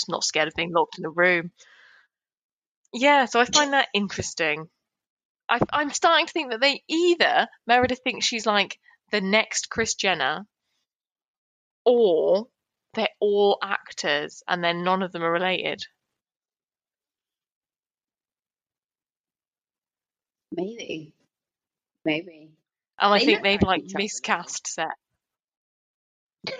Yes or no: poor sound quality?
yes